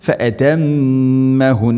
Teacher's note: മീമിന് ശദ്ദ് മണിക്കണം, നൂന് ശദ്ദ് മണിക്കണം